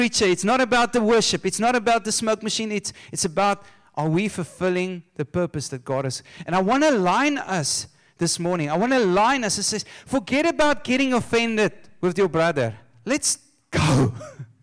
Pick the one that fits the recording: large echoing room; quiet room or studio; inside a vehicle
large echoing room